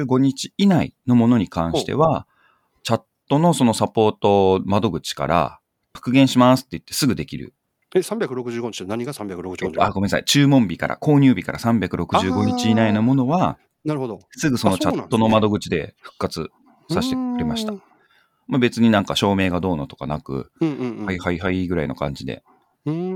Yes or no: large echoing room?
no